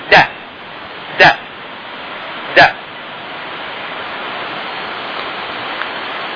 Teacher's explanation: فالصوت الذي ينتج عن طريق لمس اللسان للثة يسمى صوتا لثويا